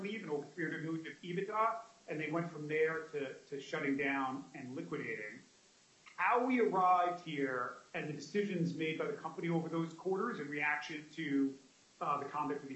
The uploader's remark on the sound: U.S. bankruptcy court hearing audio